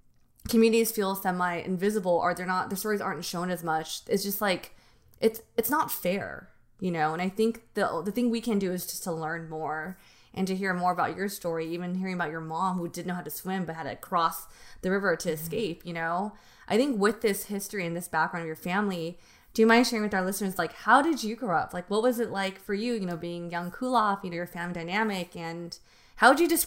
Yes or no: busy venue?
no